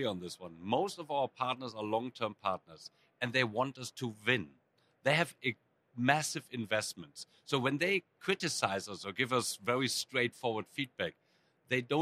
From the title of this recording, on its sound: Live at Cisco Live